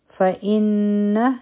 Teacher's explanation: نون مشدد دی، غنه به کو